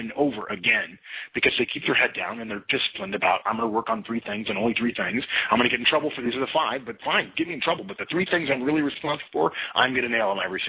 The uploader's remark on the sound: March 2011 Conference Call